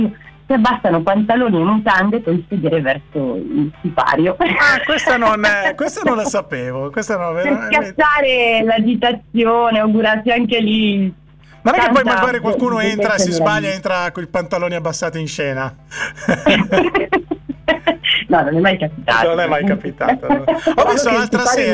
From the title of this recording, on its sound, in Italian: INTERVISTA TELEFONICA